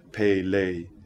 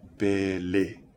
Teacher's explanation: the A sound is a pure vowel, so resist the urge to add a diphthong · Shown in: second take